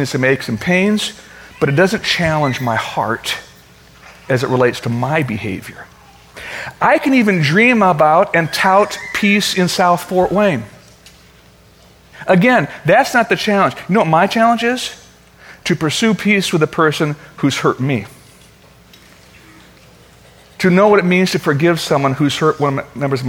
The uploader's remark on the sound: Originally recorded on August 4, 2013, at Fellowship Missionary Church, Fort Wayne, IN.